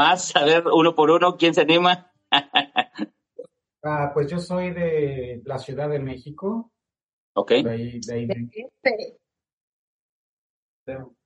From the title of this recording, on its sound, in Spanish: Entrevista a través de zoom